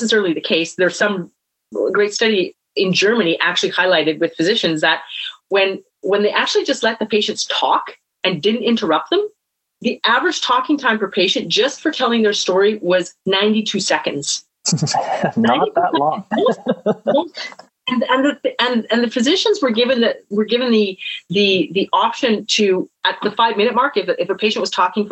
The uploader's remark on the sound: Shares the recording of their Virtual Coffee Webinar for the College of Physical Therapists of BC.